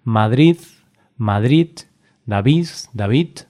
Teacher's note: puede ocurrir que la D se pronuncie como sonido Z o incluso también podría pronunciarse como sonido T